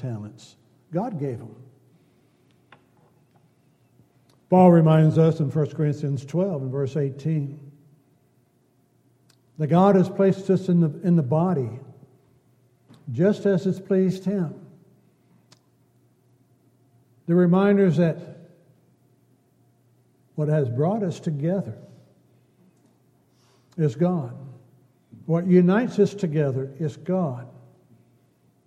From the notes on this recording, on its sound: Downtown Church Of Christ Audio Sermon